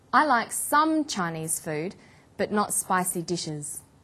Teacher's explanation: we put the stress on the word some